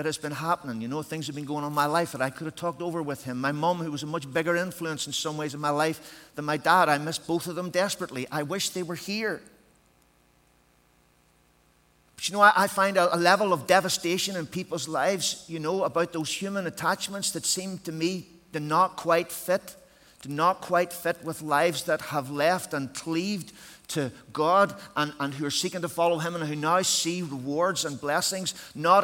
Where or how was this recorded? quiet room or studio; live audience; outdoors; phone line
live audience